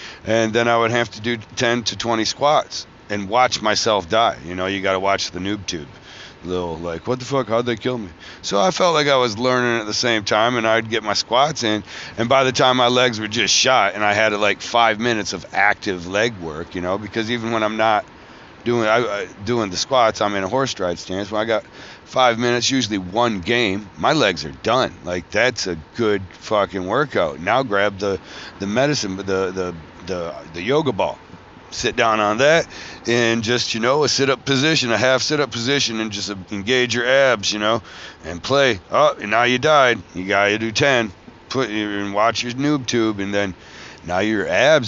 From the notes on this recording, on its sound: Traveling home from Philadelphia Tattoo Festival.